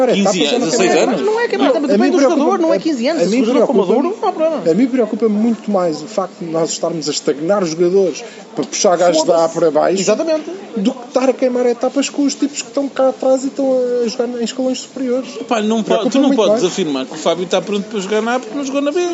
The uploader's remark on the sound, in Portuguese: Viram a vitória do FC Porto ao vivo no Marcolino de Castro. Gravado ao longo de um Domingo bem passado, com tremendo vernáculo, bom ambiente no estádio, holofotes fundidos.